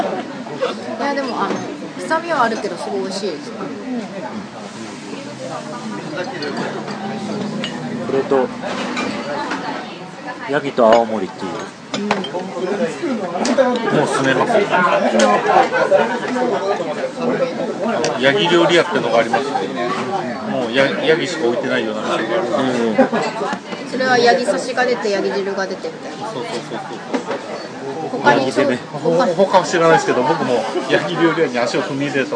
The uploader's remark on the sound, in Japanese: 居酒屋さんで収録。ずっと撮っていたから、しゃべりにくかったかも知れません。私は酔っていたので、気にせず話してました。